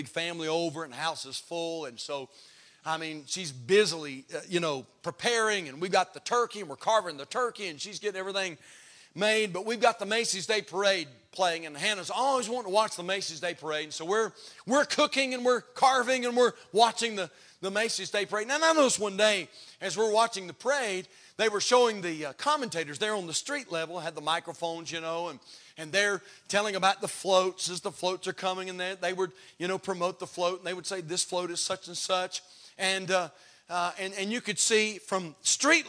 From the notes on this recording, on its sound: Haven Baptist Church Final Sermon